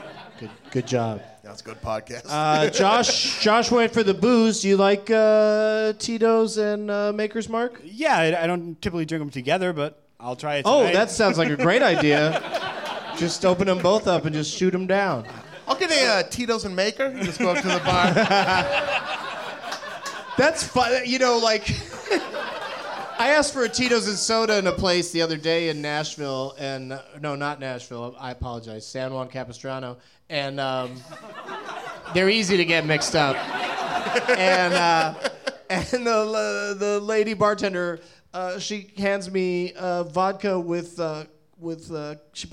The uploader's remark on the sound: Live from the NerdMelt Showroom in Hollywood